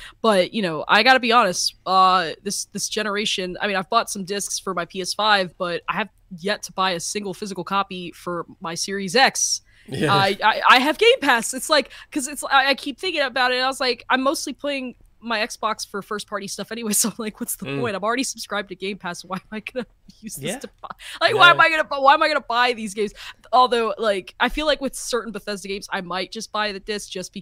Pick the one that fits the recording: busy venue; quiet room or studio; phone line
quiet room or studio